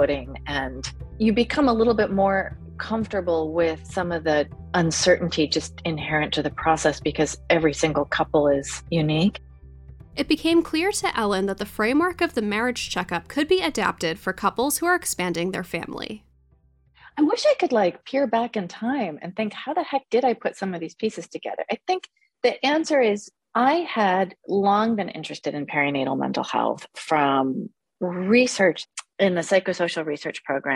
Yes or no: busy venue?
no